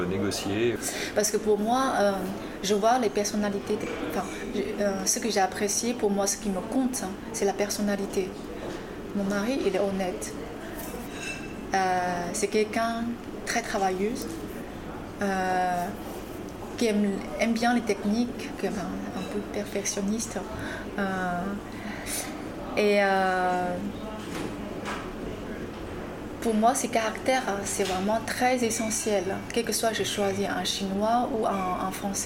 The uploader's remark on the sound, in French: Conversation enregistrée au Bar Lindbergh du Marriott Opéra Ambassador